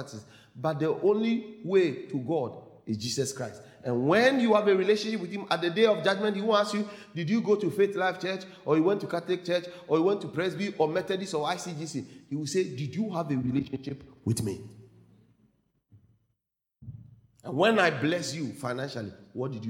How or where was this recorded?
large echoing room